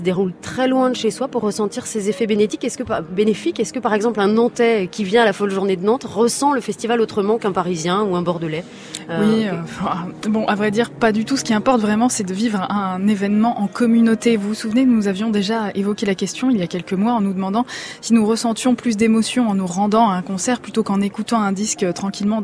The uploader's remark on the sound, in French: En direct de la Folle Journée de Nantes